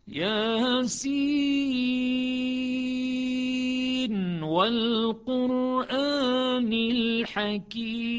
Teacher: عندنا أيضا اختلف مع حفص في النون في سورة ياسين وسورة القلم، أما ياسين فهي ياسين فآخر الحرفين المقطعين نون، ونون أيضا آخر نون، والقلم أيضا نون، حفص يسكت يعني يظهر النون، يسكن النون مظهرة ثم يقرأ الواو في الموضعين في السورتين